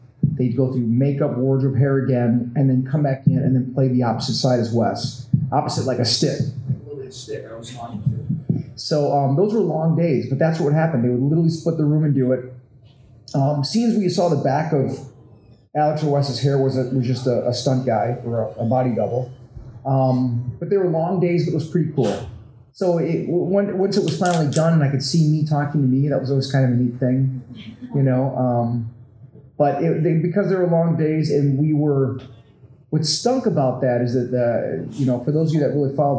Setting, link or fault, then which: setting, busy venue